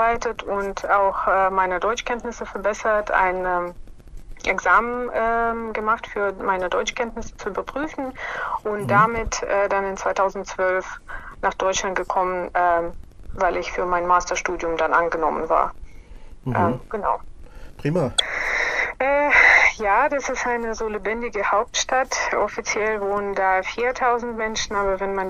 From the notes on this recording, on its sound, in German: Störgeräusche im Hintergrund sind rein technischer Natur und ich bitte sie zu entschuldigen. Es ist ein Telefoninterview über ein Smartphone.